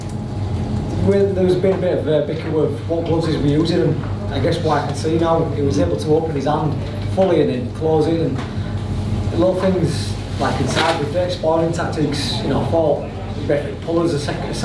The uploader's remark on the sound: post-fight press conference from Leeds